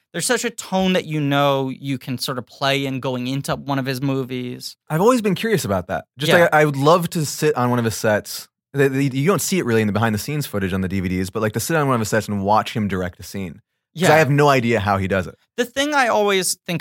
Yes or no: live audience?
no